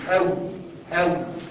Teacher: الواو المتحركه تخرج من الشفتين